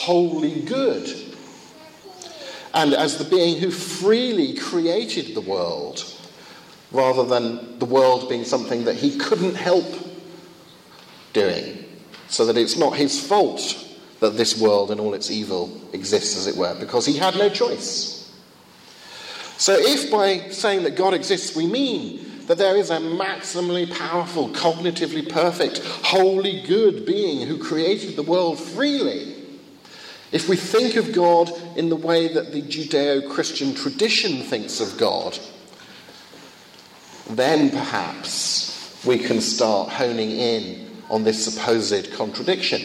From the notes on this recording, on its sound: Second of two lectures at a conference in Finland